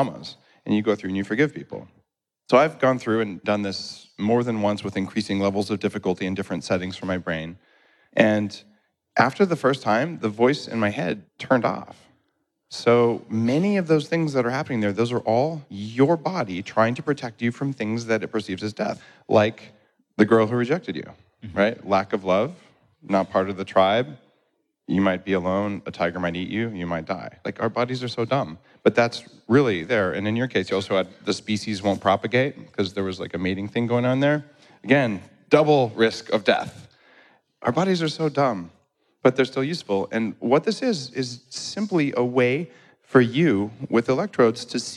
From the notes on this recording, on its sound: Tune in to this episode special with three special guests on stage. At Mindvalley’s A-Fest.